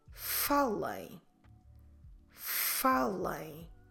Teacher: we'll have first to stress the second to last syllable, in this case, fa